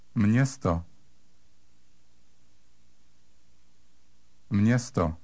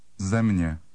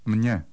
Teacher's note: There's an M followed by the letter E with a háček. This combination is pronounced with an N sound inserted between the M and the hooked E.